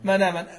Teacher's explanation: حركة الهمزة في من آمن فتحة، مش كده؟ نقلت حركة الهمزة إلى الساكن اللي قبلها · Term: النقل